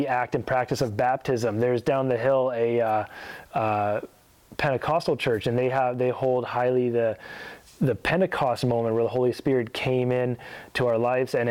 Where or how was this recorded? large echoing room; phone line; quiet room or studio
large echoing room